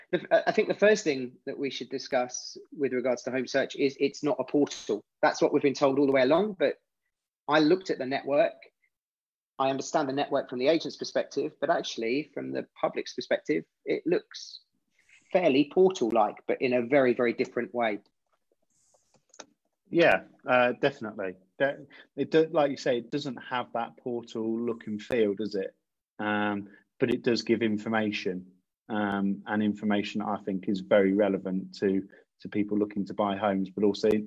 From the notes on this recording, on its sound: we are doing our first ever Zoom Facebook Live from our own locations in the UK